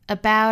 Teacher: 我们注意这个 t 的发音浊化音 flap t